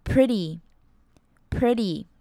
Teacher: 我们不会发这么重的 T 的音，而是把舌头顶到上颚